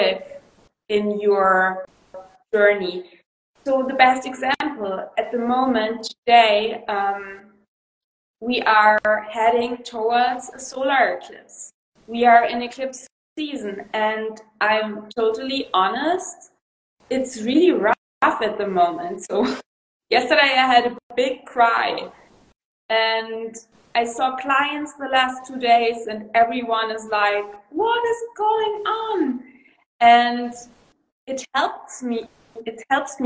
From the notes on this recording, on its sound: This is a conversation I recorded on Instagram Live